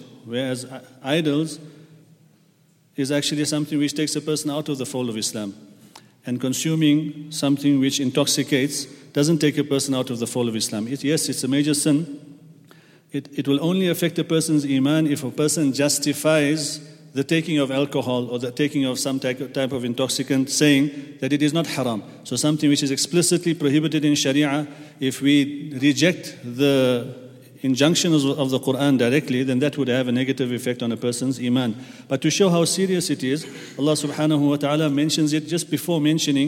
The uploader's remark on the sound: At the Houghton Masjid (West Street).